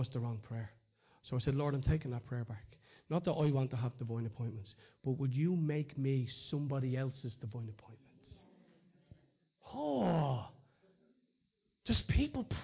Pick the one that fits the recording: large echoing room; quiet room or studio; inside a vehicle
large echoing room